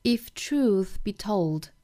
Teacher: 这个 truth,尾音呢是 th，我们要咬舌啊